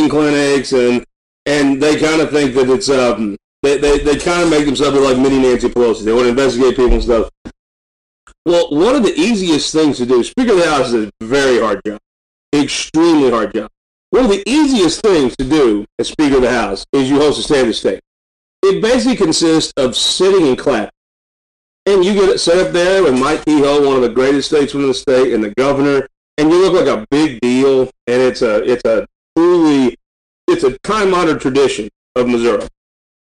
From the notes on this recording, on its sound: NOTE: AUDIO ISSUES END AT 3:42.